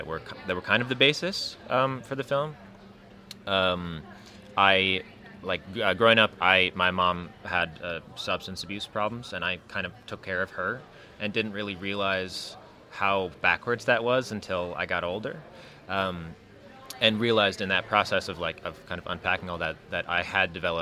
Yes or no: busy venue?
yes